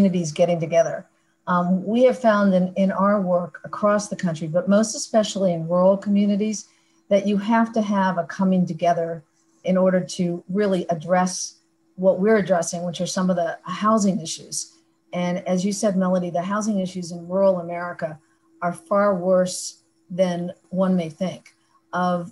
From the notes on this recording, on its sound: We partnered with the Rural America Chamber of Commerce to host a live virtual event, bringing some of these problem-solvers together.